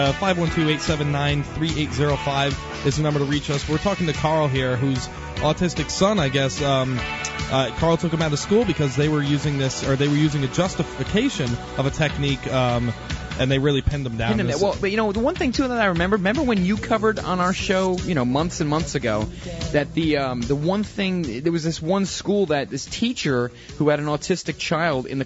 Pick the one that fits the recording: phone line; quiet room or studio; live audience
phone line